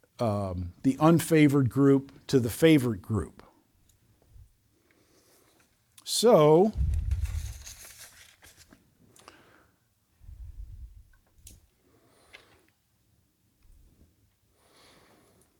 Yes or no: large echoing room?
yes